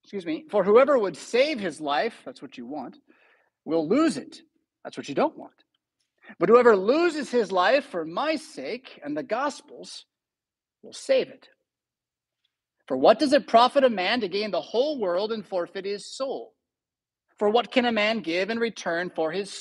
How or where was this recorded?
large echoing room